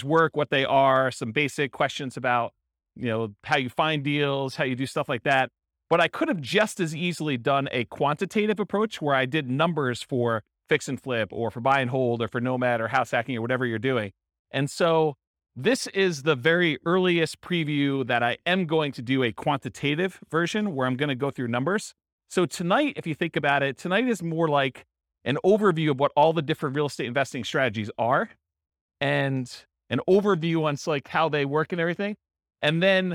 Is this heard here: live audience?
yes